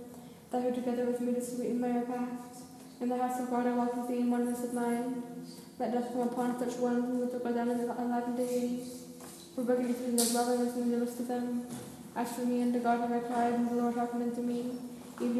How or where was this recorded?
large echoing room